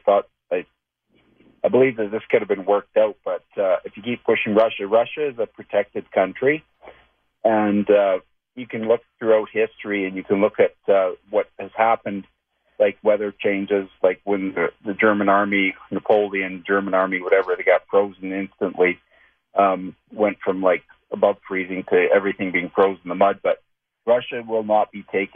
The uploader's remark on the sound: As listeners call in to have their numbers read.